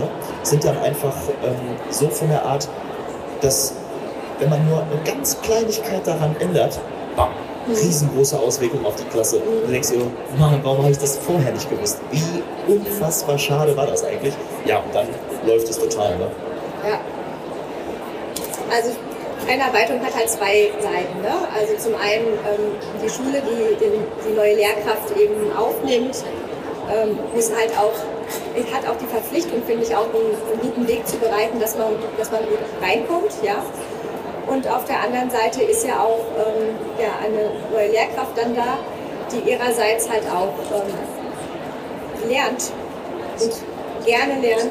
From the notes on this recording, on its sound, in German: Live von der Didacta. Live auf der Bildungmesse Didacta aufgenommen. Mit Zuhörer:innen, Messetrubel.